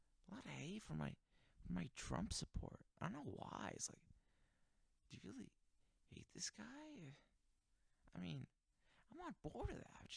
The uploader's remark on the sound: Quiet audio.